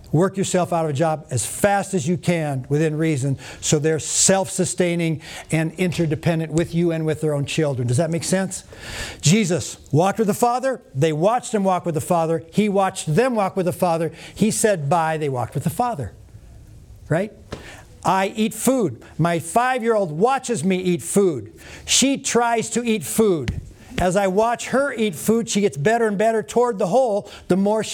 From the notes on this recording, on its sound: Today’s audio comes from the National Disciple Making Forum by Discipleship.org. Faith International University led a track called “Discipling Biblically: The Master Plan Way.”